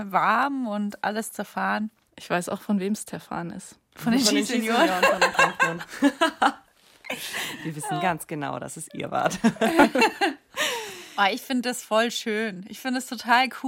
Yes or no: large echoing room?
no